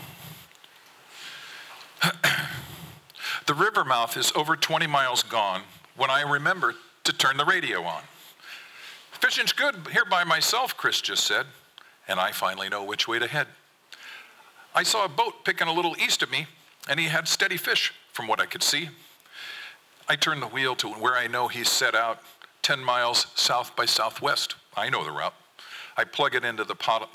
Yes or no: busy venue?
yes